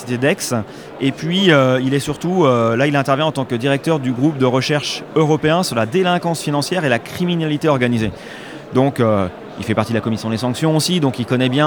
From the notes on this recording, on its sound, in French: En direct de la convention Patrimonia en Lyon